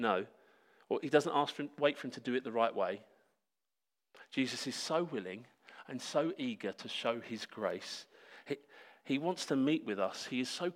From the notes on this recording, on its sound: Sermon preached at Hope Church Sevenoaks UK